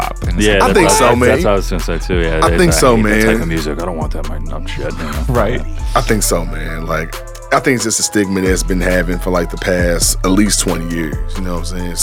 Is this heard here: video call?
no